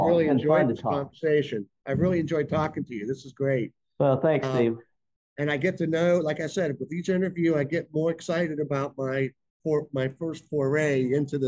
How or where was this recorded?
video call